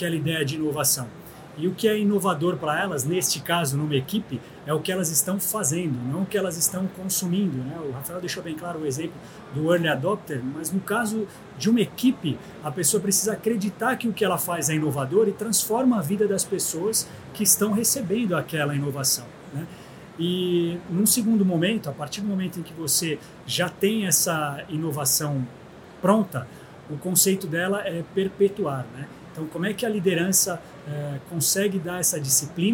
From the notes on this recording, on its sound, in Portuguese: Série especial de videocasts, gravada diretamente da Febraban Tech 2023, o maior evento nacional de inovação e tecnologia para o setor financeiro.